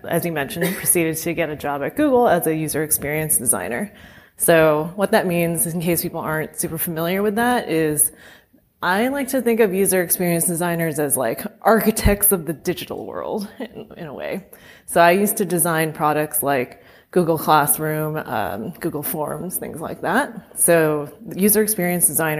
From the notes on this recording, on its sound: Live at h+h americas. A recording of our Day 3 keynote at h+h americas 2023, a fireside chat.